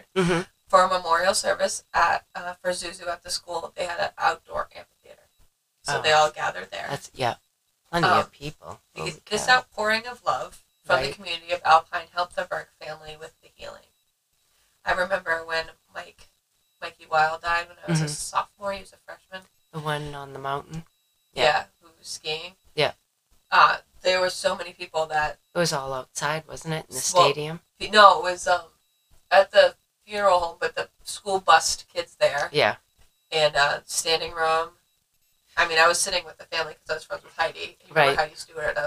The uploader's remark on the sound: Sorry for the sound we just got a new mic and for some reason it was not working with the mixer which was not noticed until the editing process. It is like we recorded with only one mic.